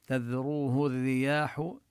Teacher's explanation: وإذا وصلنا الحكم هو الإخفاء، هشيما تذروه الرياح، ونبين الذال من مخرجها، نخفي النون التي في التنوين من هشيما عند التاء، ونبين حرف الذال من مخرجه، ونمد الواو من تذروه مدا طبيعيا. ولفظ الرياح الراء مشددة لأن اللام أدغمت فيها. الراء ليست من حروف إبغي حجك وخف عقيمة، إنما هي من الحروف الشمسية.